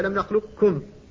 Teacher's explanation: مخرجان لكنهما تقاربا، فالقاف مستعلية من حرف الاستعلاء والكاف ليست كذلك، فالاستعلاء الذي يحصل في القاف عند ادغامها سيبقى على هذه الرواية · Term: الحذ